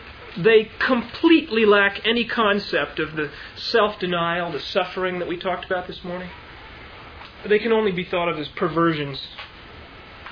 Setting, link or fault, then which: setting, large echoing room